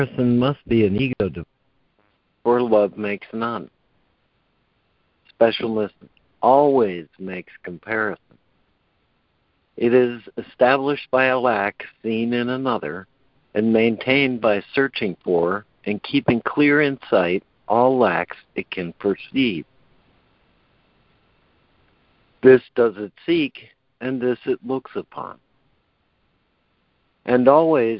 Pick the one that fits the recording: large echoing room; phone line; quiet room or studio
phone line